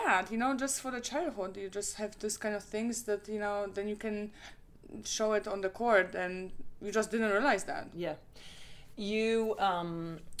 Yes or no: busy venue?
no